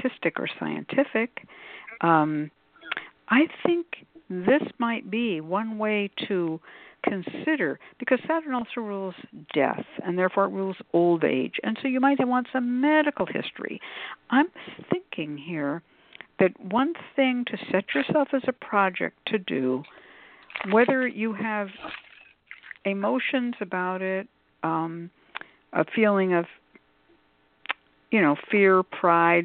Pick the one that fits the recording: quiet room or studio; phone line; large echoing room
phone line